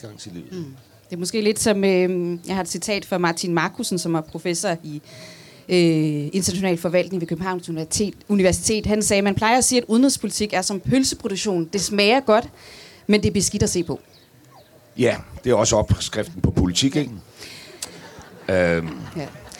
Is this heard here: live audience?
yes